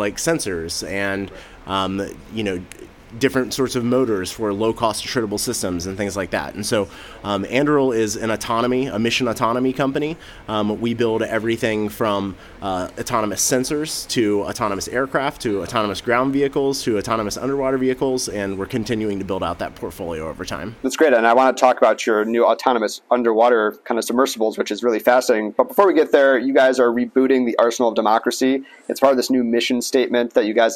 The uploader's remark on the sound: Live from RNDF22